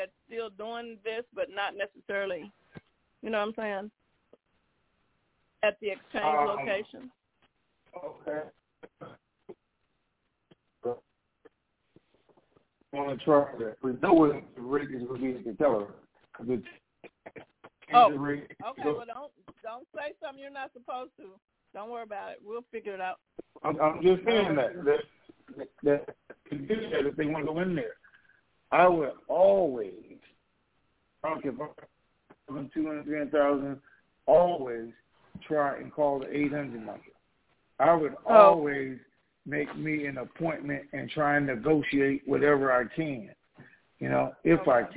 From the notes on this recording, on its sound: TNTSuperfantastic Conference Call